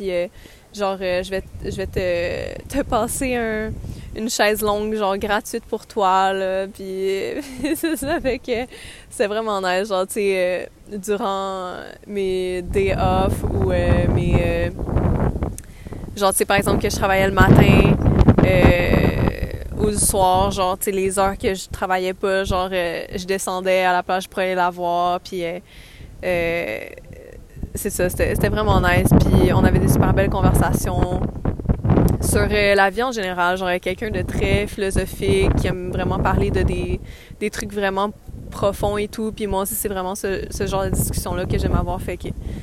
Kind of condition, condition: fault, wind noise